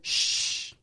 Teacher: Your tongue is almost in the position of the T sound. When you go shh, your tongue is almost touching your alveolar ridge. · Term: SH sound